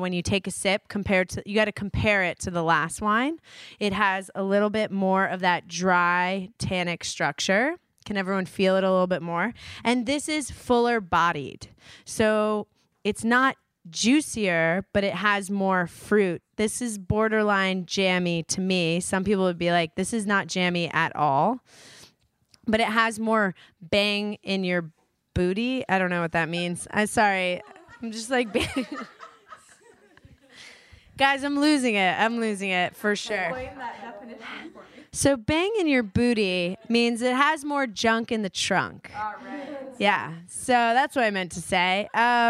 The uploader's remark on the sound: Taught a wine class at DBA all about Buzzwords and we recorded it live! We took questions!